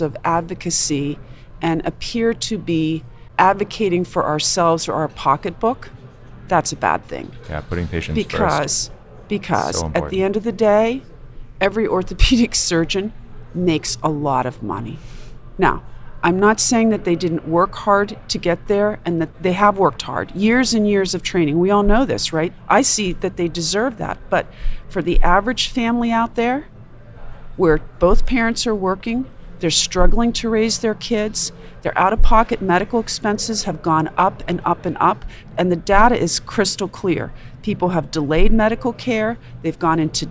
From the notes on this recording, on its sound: recorded at the 2021 AAHKS Annual Meeting